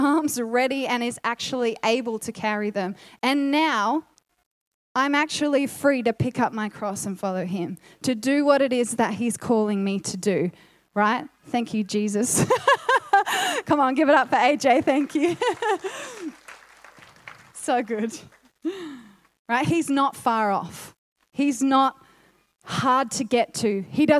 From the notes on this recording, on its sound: Recorded sermon.